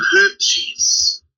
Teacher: Yeah, yeah H O U T H. There's a th in there, but they don't pronounce it together as a single th sound. They, so they call them Houthis.